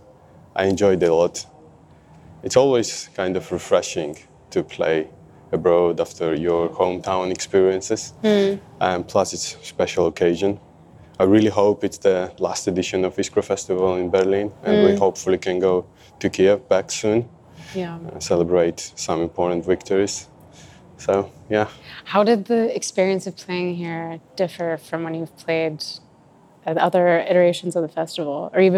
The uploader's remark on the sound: Recorded live at ICKPA Festival—an event co-run by contingents from the Georgian and Ukrainian dance music communities.